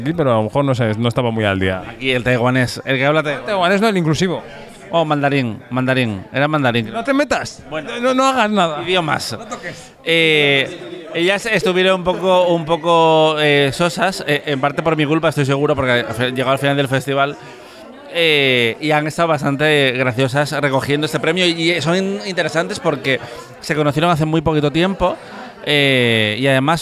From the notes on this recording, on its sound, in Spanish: Octavo y último episodio del podcast especial de Kinótico desde el Festival de San Sebastián 2023, que grabamos desde el restaurante Pollitena.